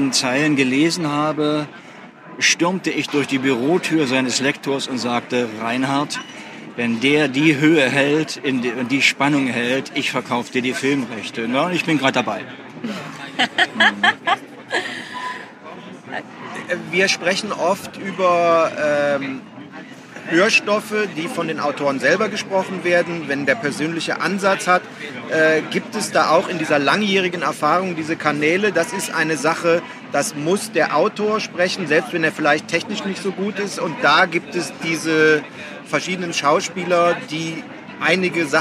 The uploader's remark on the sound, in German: live von der Frankfurter Buchmesse